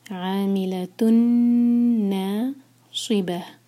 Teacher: تنوین کے بعد نون ہے، ادغام غنہ کے ساتھ نون کو ہولڈ کریں گے. عاملتن ناصبہ، صاد ہے، اس کو سین نہیں پڑھنا ہے، ناسی نہیں کہنا، ناصی ناصبہ، اور آخر میں ہا کی آواز کلیئر آئے.